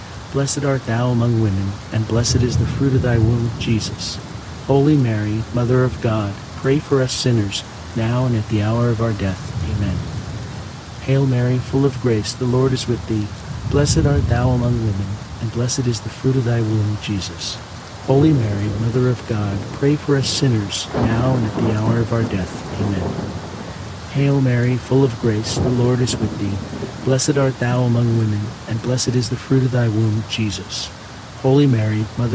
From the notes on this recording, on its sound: HEAVY RAIN. The natural ambient sounds of heavy pouring rain with crackling thunder and lightning will fill your senses with calm and wash away distractions alongside this Tuesday rosary.